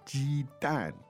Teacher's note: First tone, fourth tone, yes.